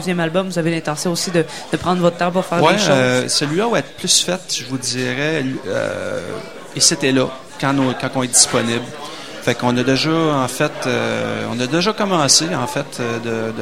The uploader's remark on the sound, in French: En entrevue à CKRL 89,1 en direct du bar Le Sacrilège au Festival d'été de Québec.